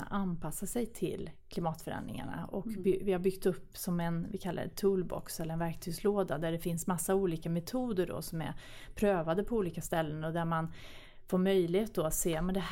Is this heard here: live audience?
no